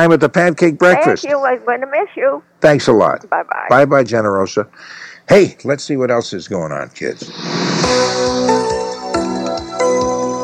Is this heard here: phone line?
yes